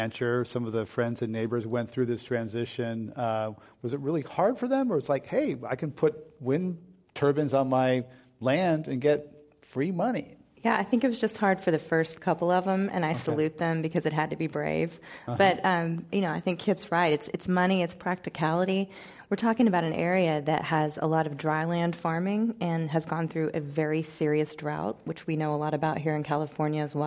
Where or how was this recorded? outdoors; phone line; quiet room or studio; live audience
live audience